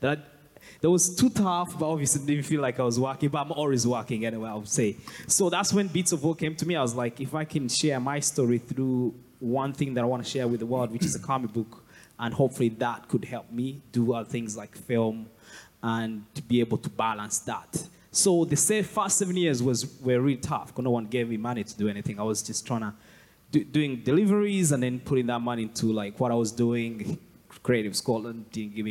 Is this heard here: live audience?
yes